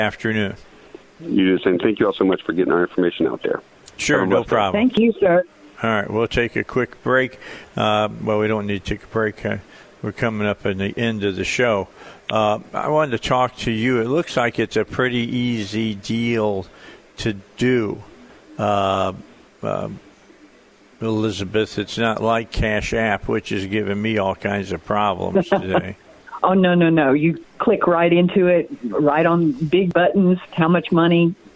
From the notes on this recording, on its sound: on the phone